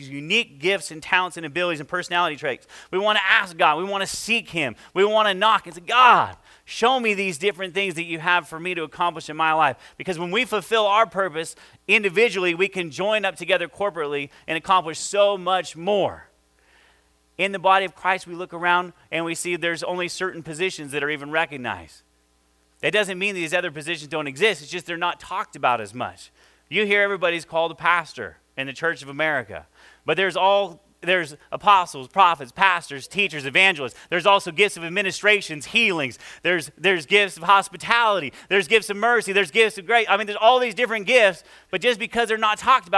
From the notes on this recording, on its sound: This is our first service audio.